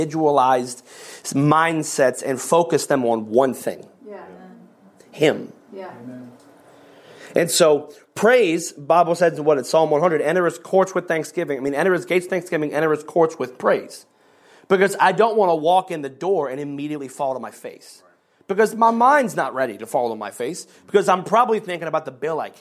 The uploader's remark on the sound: Every February, pastors and leaders from around the country gather together at our leadership conference for dynamic teaching, powerful worship, impartation, ministry, and covenant relationships. One of the recordings from our 2023 Leadership Conference.